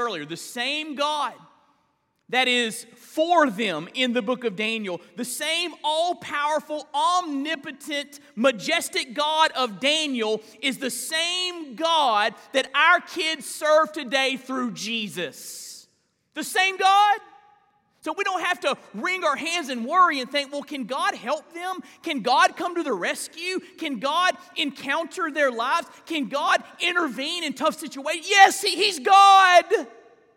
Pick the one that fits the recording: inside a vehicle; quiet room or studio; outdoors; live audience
live audience